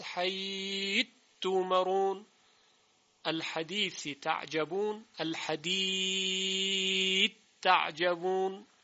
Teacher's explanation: ثا یعنی 3 نقطه در حرف تا ادغام می شود